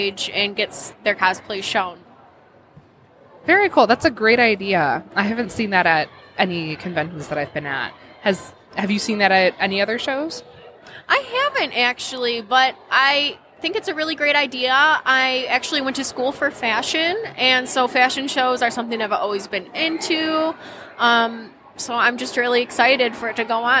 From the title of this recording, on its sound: Live at LTU Expo